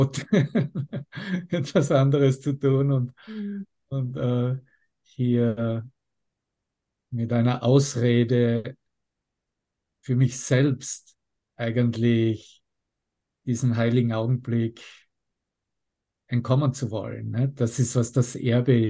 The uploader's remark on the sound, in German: Zoom-Session. Veranstaltet von der Aleph Akademie.